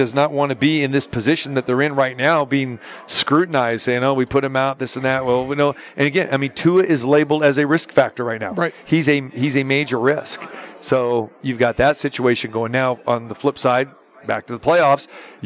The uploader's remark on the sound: Live from the Superbook at the Westgate Las Vegas